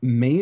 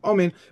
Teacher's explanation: He should not snatch away the aleph by saying main instead of amen. · Shown in: second take